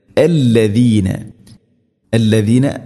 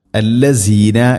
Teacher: وقال الذين ഇവിടെ അല്ലദീന, അല്ലദീന ദാൽ എന്ന അക്ഷരം അല്ലസീന എന്നോ അല്ലദീന എന്നോ അല്ല പറയേണ്ടത്, അല്ലദീന. വഖാലല്ലദീന ദാൽ ഉച്ചരിക്കുന്ന സമയത്ത് നാവിൻ്റെ അറ്റം മുൻപല്ലുകളുടെ ഇരുനിരകൾക്കിടയിലൂടെ അല്പം വളരെ നേരിയ തോതിൽ പുറത്തായിരിക്കണം നാവിൻ്റെ അറ്റം · Shown in: first take · എന്നാൽ സാഇൻ്റെ അത്ര ആവുകയും ചെയ്യരുത്.